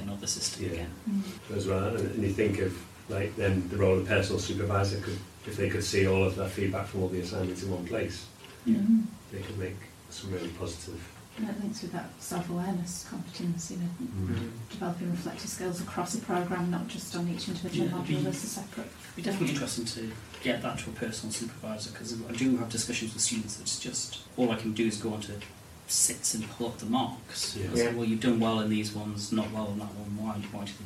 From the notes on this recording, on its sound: We're aware the audio isn't ideal